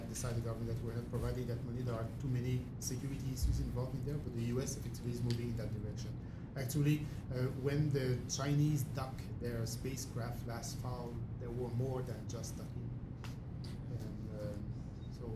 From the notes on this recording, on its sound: This podcast was recorded on July 10th at the bi-monthly meeting of the Canadian Space Commerce Association in Toronto.